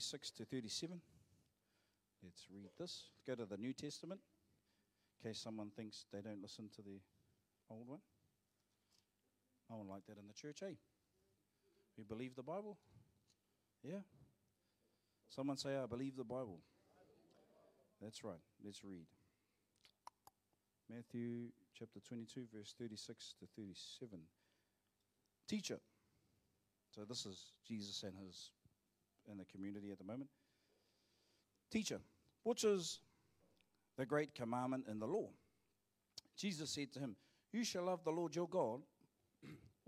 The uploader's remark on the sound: Live From IwiTapu Destiny Church Hawkes Bay